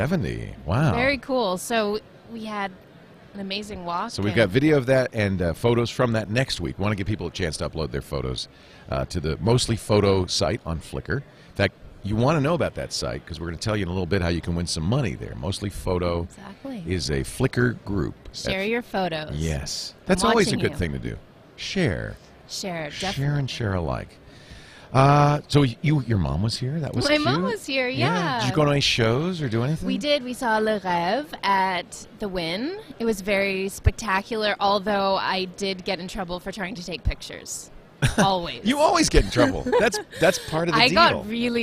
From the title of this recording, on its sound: Live From NAB